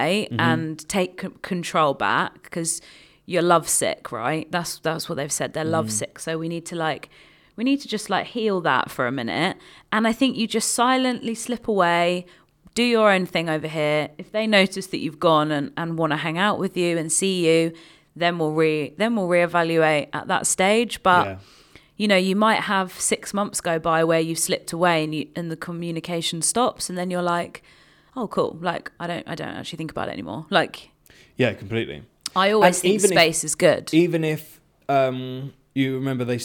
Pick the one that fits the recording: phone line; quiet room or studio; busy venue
quiet room or studio